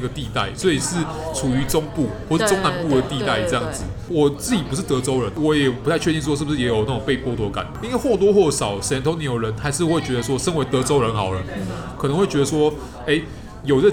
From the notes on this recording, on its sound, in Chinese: 本集白噪音指數：微風級 2/5。錄音地點： Toasteria Cafe 吐司利亞 - 永康店。